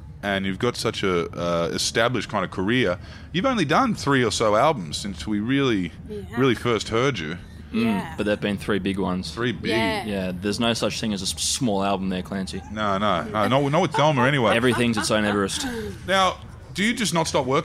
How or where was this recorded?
busy venue